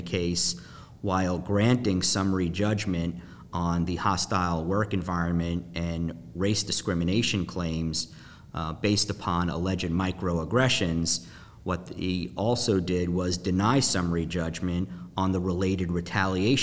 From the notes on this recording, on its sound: In this podcast recorded at Ogletree Deakins’ national Workplace Strategies seminar, our panel analyzes microaggressions in the workplace.